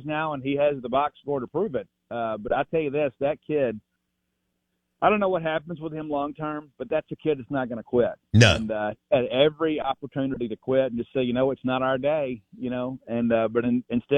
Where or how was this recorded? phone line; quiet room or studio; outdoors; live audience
phone line